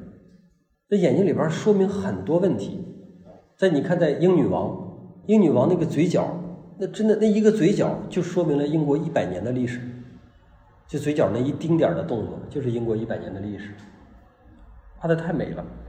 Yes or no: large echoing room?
yes